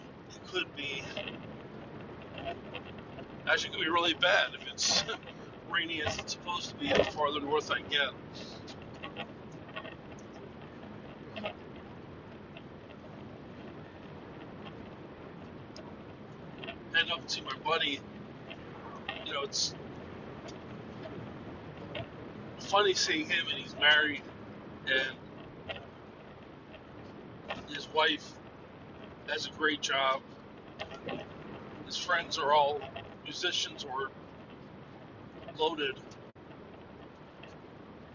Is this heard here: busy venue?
no